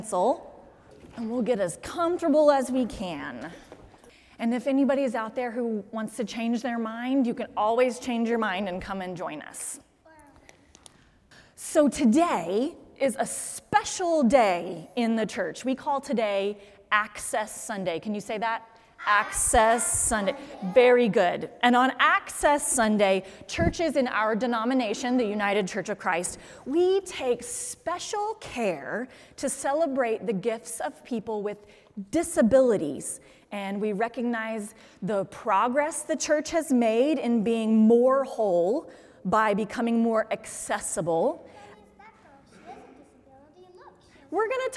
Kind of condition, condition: setting, large echoing room